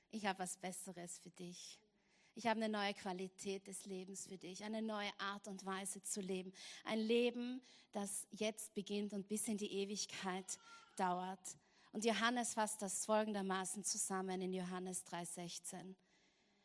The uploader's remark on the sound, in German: Gottesdienst live aus der LIFE Church Wien.